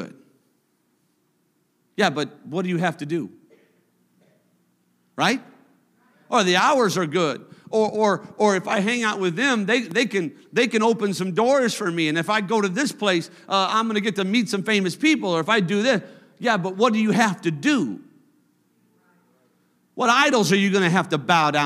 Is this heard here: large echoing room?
yes